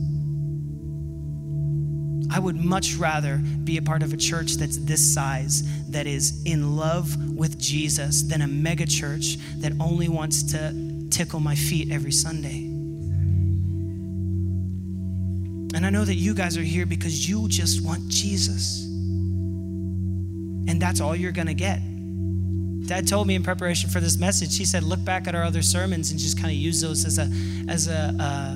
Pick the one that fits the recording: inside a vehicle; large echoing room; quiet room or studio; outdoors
large echoing room